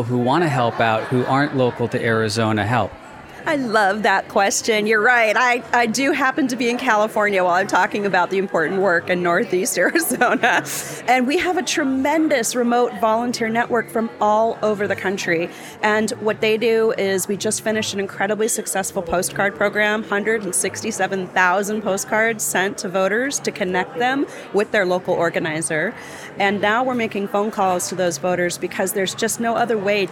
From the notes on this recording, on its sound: Today we are taking you into the field to get the sounds and vibe of Saturday’s Vote Forward’s Big Send Letter writing party in Los Angeles. We get some inspiration from volunteers writing letters to voters.